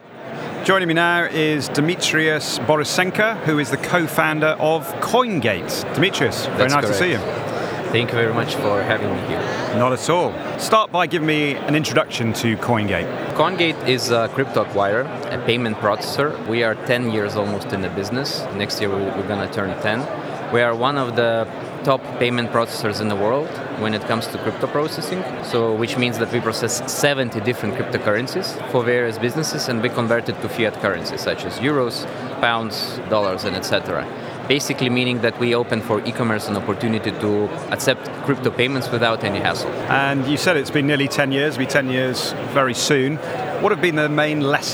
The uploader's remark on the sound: The second of three episodes recorded at Slush in Helsinki. We recorded a series of interviews from Remote's booth with a number of the speakers and attendees.